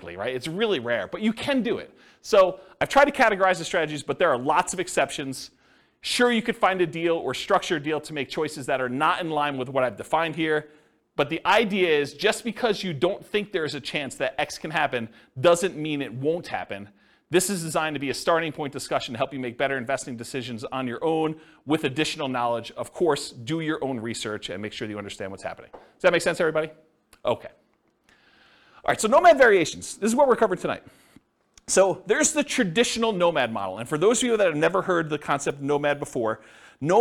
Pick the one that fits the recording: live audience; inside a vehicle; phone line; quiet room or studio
live audience